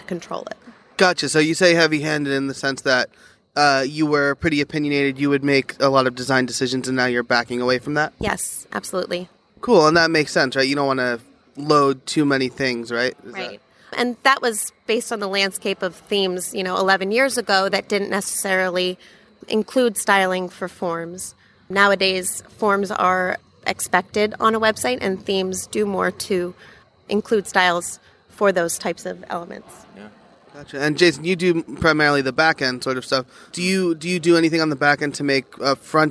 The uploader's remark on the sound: Special Episode: Live from WordCamp US 2017. In this very special live episode, I had the opportunity to interview WordCamp US attendees.